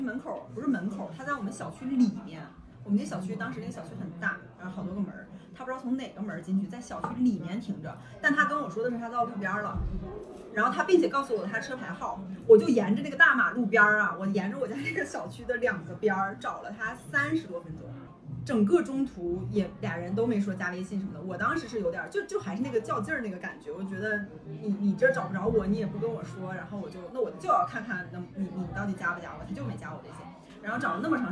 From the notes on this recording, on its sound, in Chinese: 已经努力降噪了，音质还是有点差。